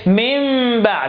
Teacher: أقلب النون الساكنة والتنوين ميم واخفي الميم عند الباء · Term: الإقلاب